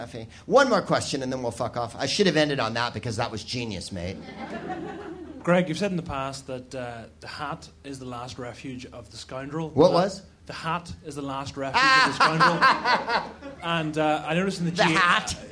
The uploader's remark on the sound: Live from the Soho Theatre in London